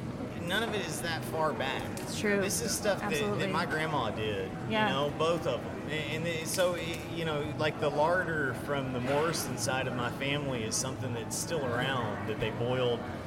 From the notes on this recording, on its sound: Heritage Radio Network on Tour. On the line at City House. At his James Beard Award winning restaurant.